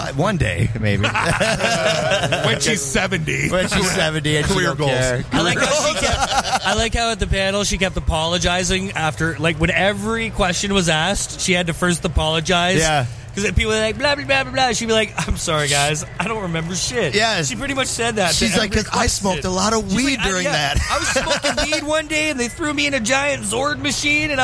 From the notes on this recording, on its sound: Live From Motor City Comic Con